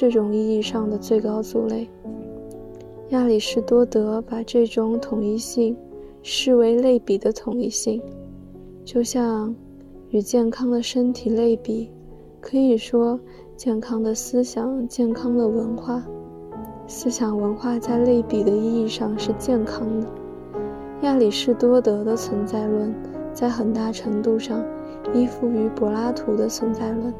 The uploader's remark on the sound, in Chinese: 没有准备，也不打算剪辑。这个BGM是我读海德格尔的时候，晚上从图书馆走回宿舍的背景音乐。带有轻微的舍友发出的杂音。